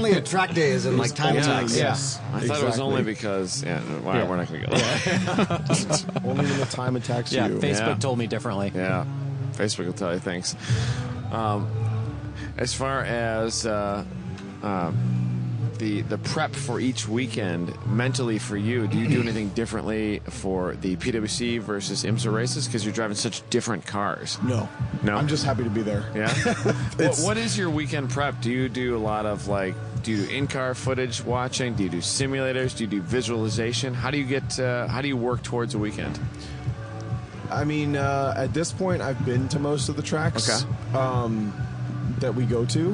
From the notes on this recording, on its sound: We're at Road Atlanta for the 3rd annual Gridlife South Festival.